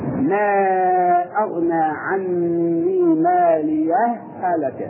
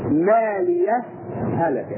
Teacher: ادغام. هذا ادغام يعني ادغمنا الهاء الاولى بالهاء الثانيه · Shown in: first take